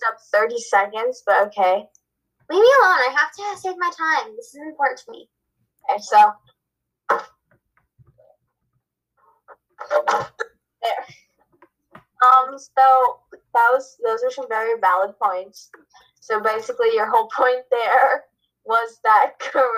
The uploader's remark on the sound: Sorry about the background noises!